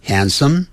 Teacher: handsome 那个 H-A-N-D 那个 D 是不念出来的。handsome 嘴巴闭起来。 handsome and friendly 不要念成 friendly，那个的在字尾那个音要切掉。 friendly 这样念哈。好，由于 handsome 后头有一个 and，所以那个 some 跟 and 产生连音了。你看我念哈，先念慢的。They are handsome andfriendly，他们既潇洒又友善。好，所以呢念快的时候就变成 They